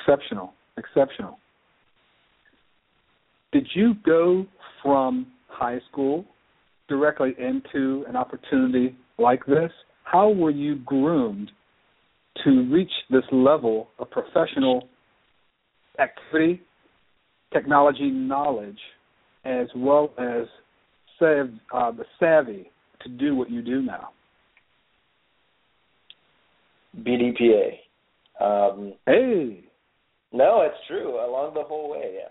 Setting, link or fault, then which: link, phone line